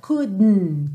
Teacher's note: Mas no inglês britânico, muitas vezes a gente tem esse n. Então eu ponho a língua no céu da boca para fazer o D e já puxo pro N direto.